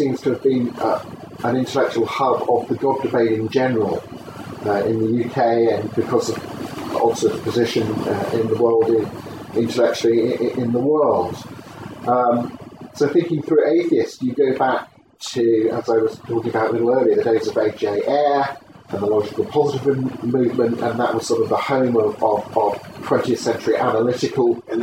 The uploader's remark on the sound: I was interviewed on camera. Apologies for the sound quality, this is just off my mp3 recorder going in the background without a mic attached, I've done what I can to clear it up in editing...